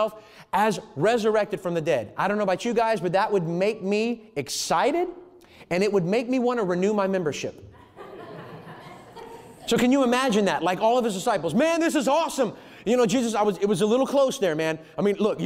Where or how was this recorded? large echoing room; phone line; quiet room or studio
large echoing room